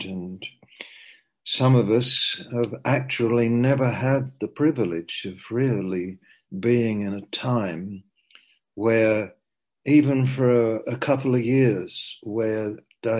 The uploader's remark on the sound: Zoom - Teign Valley Sessions